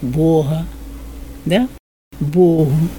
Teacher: норма церковнославянского – это «г» фрикативное